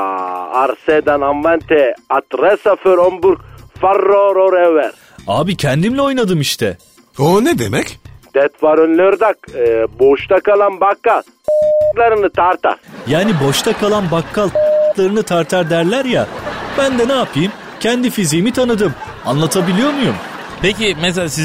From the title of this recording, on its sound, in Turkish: dahi çocuk ile telefon görüşmesi